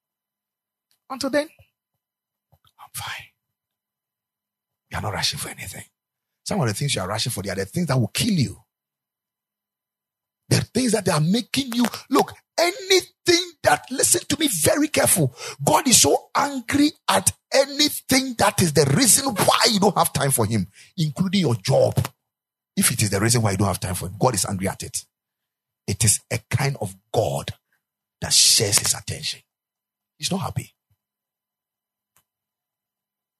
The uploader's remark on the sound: Preached at the Ekklesia Chapel